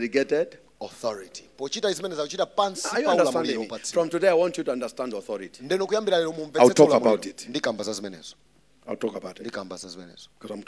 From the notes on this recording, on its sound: Preached at Shiloh Night at Word Alive Blantyre City Church